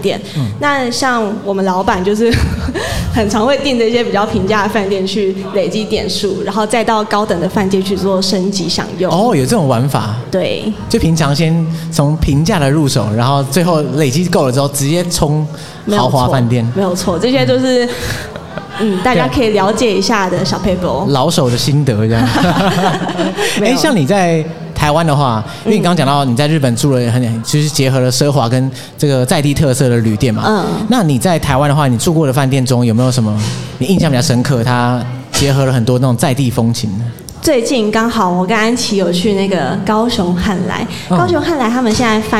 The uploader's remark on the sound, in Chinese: Live Podcast 原音直送